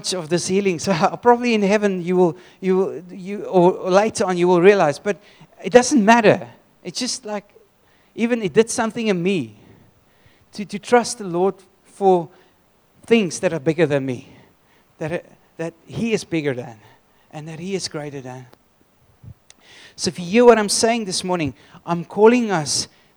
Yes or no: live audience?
yes